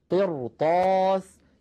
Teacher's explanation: هذه الراء أيضا ساكنة قبلها مكسور بعدها حرف استعلاء وهو الطاء غير مكسور الطاء، فلذلك نفخمها تأثرا